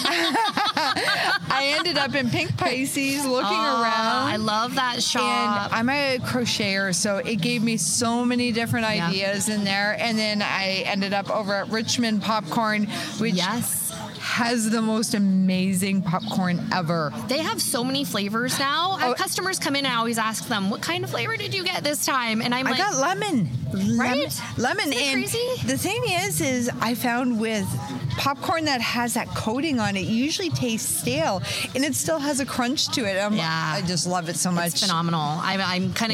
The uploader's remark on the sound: Terra Green Gardens Store in Amherstburg, Ontario. Today I sat down in the street outside the store during Open Air. It was great to be out amongst the people enjoying the sunny summer day.